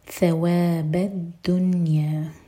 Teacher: نون پر سکون تو اظہار تو نہ تو نون ساکن پر ہم جھٹکا کریں گے اور نہ ہی کسرہ کی آواز ہونے دیں گے